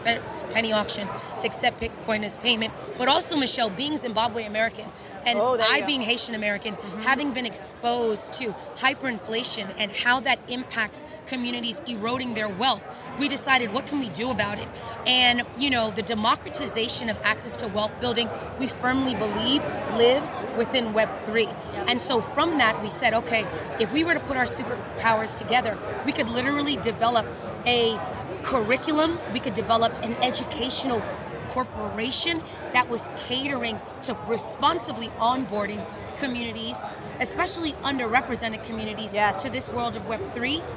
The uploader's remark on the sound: Walking the Floor at Consensus 2023. Is on the Consensus 2023 floor.